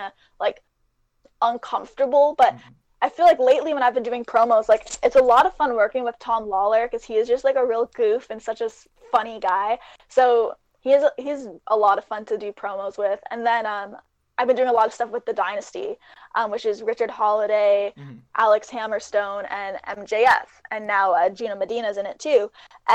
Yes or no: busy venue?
no